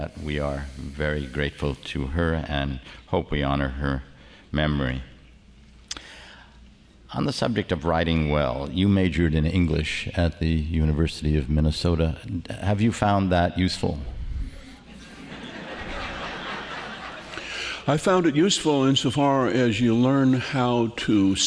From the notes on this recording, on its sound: At the 92nd Street Y. Has the audience eating out of his hand.